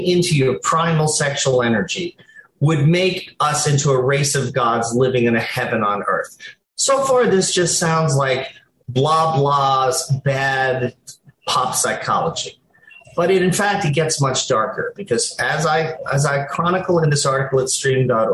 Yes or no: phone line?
no